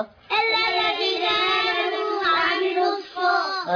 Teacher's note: ألف صفر مستدير لا ينطق. همزة وصل في وسط الكلام لا تنطق. لام شمسية مدغمة لا تنطق. صاد شدة وفتحة.